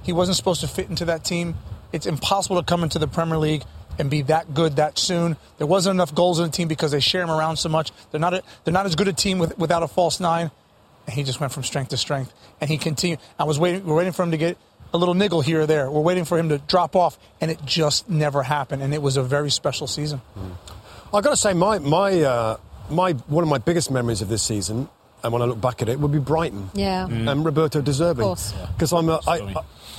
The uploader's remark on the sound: Championship Sunday Live From Goodison Park.